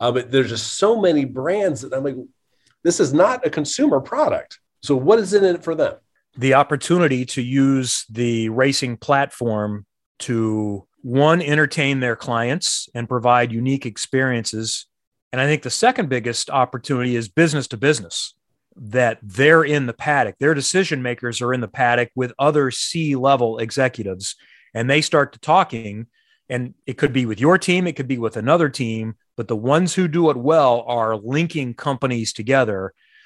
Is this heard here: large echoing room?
no